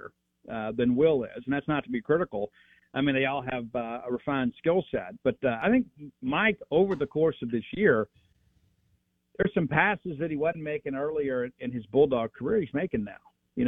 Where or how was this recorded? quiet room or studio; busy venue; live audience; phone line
phone line